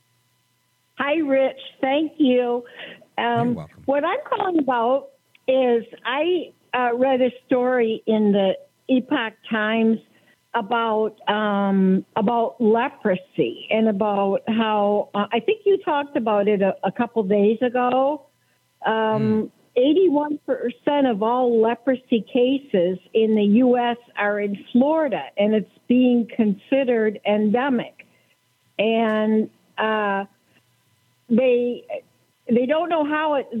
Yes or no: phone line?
yes